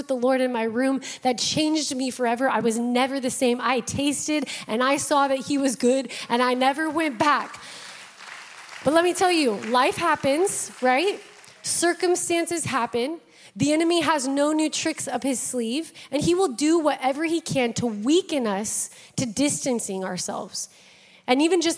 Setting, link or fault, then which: setting, large echoing room